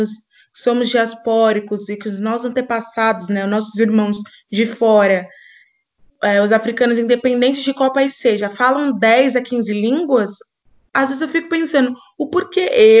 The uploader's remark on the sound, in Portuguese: Neste diálogo via Skype na grande quarentena de 2020.